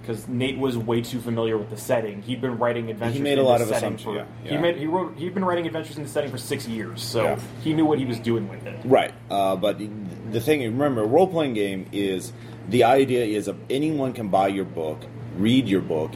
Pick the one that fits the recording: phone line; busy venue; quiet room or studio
busy venue